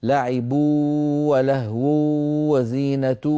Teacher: هنا تجد بأن الواو قد غلبت وكأن الغنة ليست موجودة